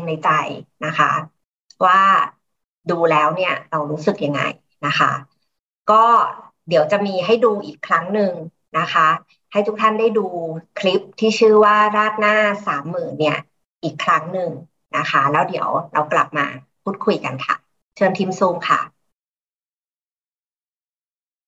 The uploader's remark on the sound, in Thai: เป็น 1 ใน 3 คอร์สออนไลน์ (ผ่านโปรแกรม Zoom)